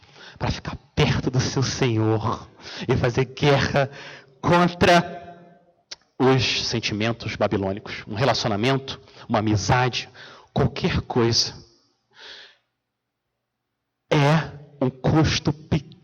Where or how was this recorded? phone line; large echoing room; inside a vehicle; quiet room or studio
large echoing room